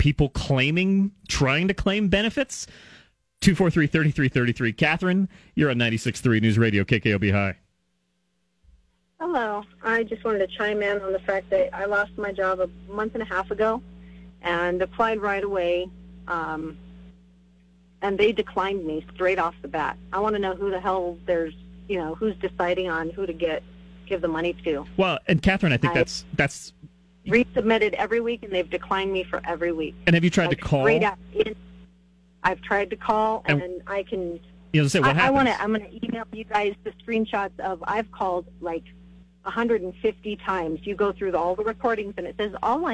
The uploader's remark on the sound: takes your phone calls on News Radio KKOB